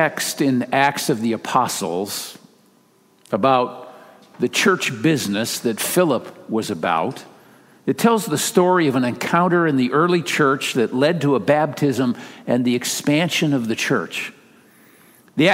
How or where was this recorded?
large echoing room